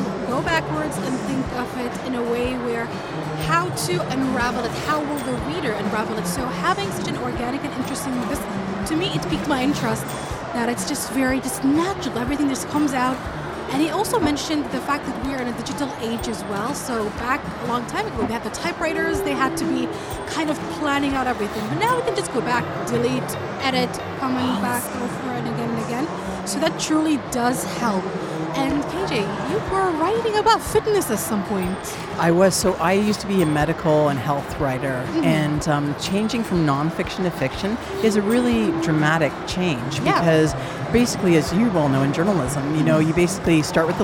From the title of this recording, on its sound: Live from SIBF